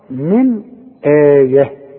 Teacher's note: من نون ساكنة وبعدها همزة، يبقى ما غنش هنا، الهمزة دي من حروف الإظهار